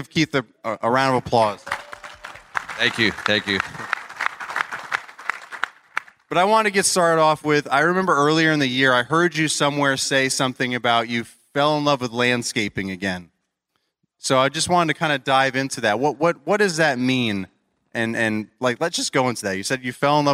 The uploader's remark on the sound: This is the LIVE episode from the Morning Show, formely Influencer LIVE at Equip Expo.